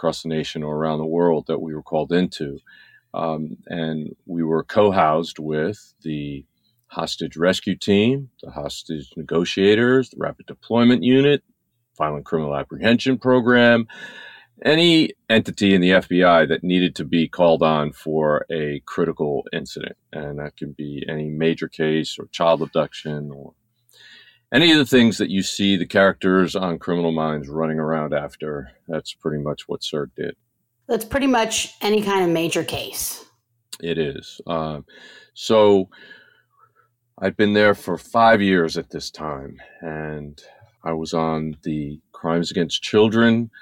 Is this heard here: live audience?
no